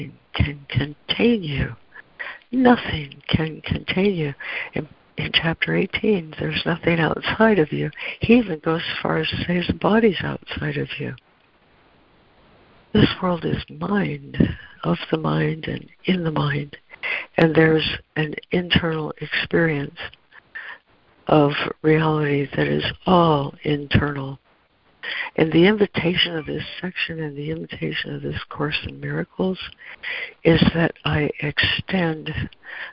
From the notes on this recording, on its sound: ACIM Daily Conference Call